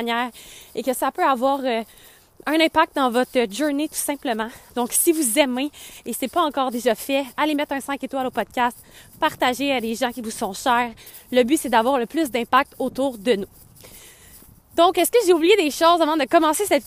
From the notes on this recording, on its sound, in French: 2024 vient de kick in dans mon corps et je n'ai pas eu le choix de sortir marcher pour vous enregistrer un dernier épisode.